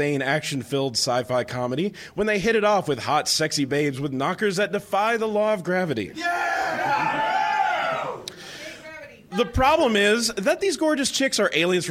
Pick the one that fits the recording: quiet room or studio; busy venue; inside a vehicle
busy venue